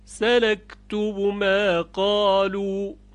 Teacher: در ضرب مثل اینجا با در میم ادغام نمیشود